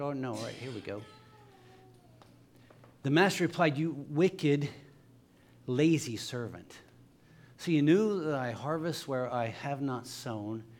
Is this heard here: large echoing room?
yes